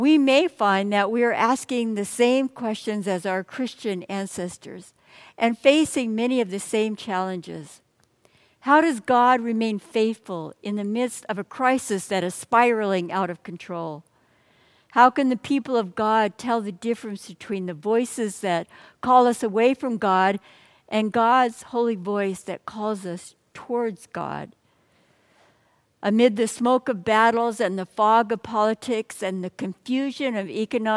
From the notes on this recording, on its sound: Message delivered during the Traditional Worship Service on the First Sunday of Advent. San Marino Community Church.